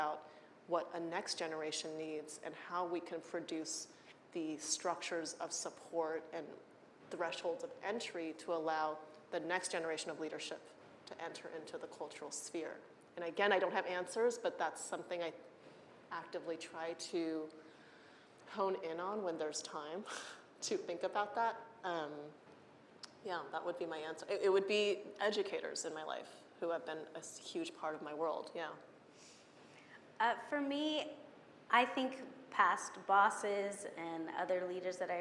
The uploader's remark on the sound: This Zócalo/Helms Bakery District event was streamed live from Helms Design Center on September 29, 2021